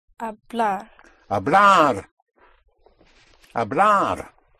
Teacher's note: So with all verbs, the basic form, the two form of the verb, has an R at the end, which means that the one single stress will be at the end